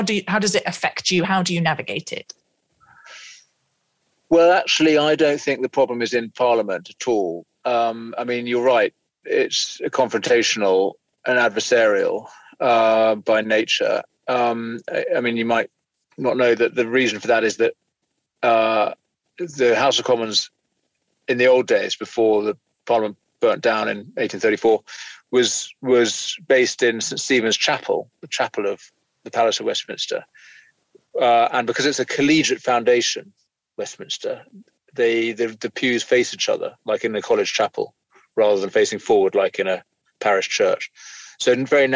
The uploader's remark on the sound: you may hear a faint ticking noise from his indicator.